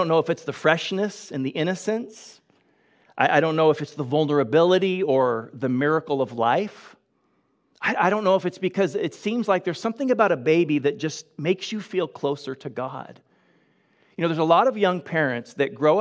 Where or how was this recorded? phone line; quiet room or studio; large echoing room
large echoing room